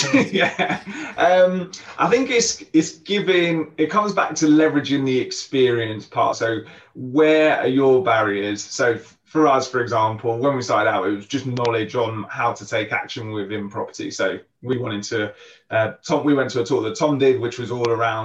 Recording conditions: video call